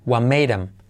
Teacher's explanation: Y ese what podemos saltar la t también